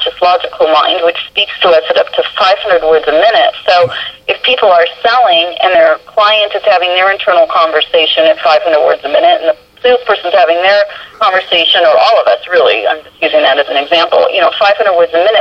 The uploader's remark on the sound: I managed to find a few minutes for a phone conversation with her